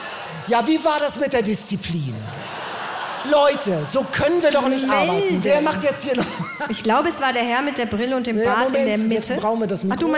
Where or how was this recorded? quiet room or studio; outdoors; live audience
live audience